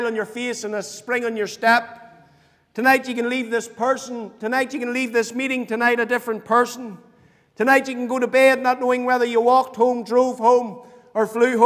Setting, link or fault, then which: setting, large echoing room